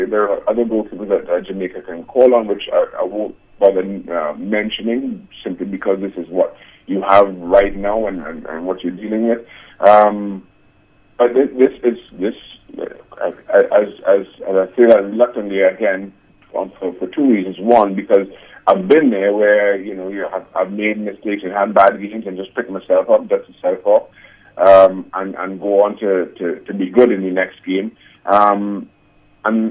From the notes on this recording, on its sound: joined on the phone